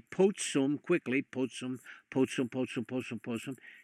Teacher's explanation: It is regular practice in Latin, Indo-European languages, that when a dental, a T or a D, comes before an S, those two assimilate. If you say potsum quickly, potsum, potsum, potsum, potsum, potsum, you see that that T sound, that dental, assimilates to the S sound.